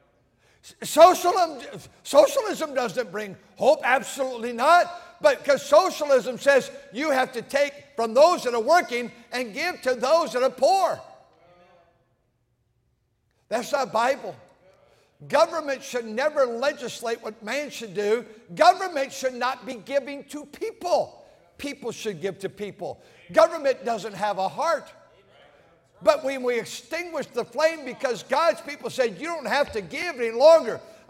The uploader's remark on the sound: during the Sunday Evening service on December 24, 2023, at North Valley Baptist Church in Santa Clara, California.